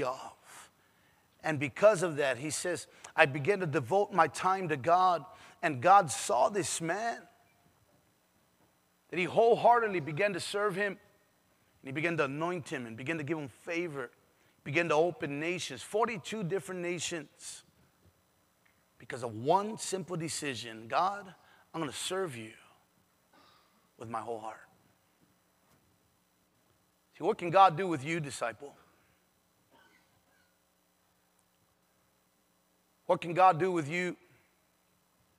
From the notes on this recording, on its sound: PREACHED IN SAN ANTONIO TX